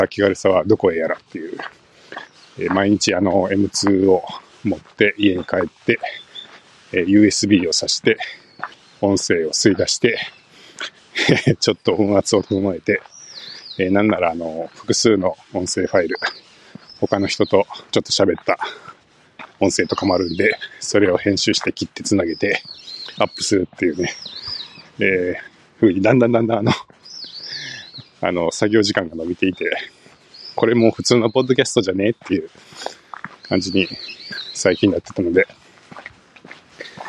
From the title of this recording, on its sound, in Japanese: ブラウザ録音しながら散歩する